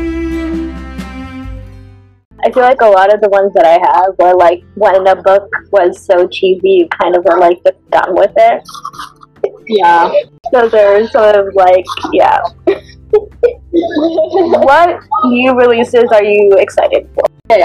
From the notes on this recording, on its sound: apologies for the background noise in this episode